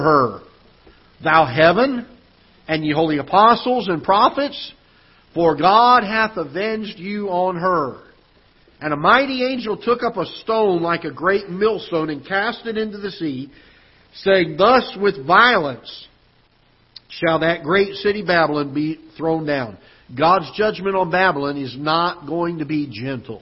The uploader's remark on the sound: Ketha Heights Baptist Church ~ Live Broadcast